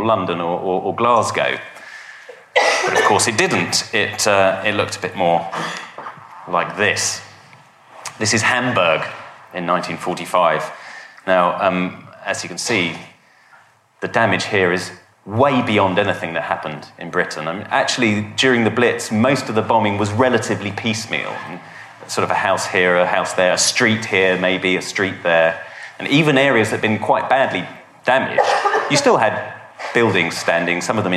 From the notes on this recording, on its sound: a lecture from our recent History Weekend